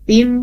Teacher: tanwin ketemu mim juga itu masuk hidung kan? Mi. Nah, ini rasakan di sini hidungnya bergetar dulu, ada getaran di sini ya.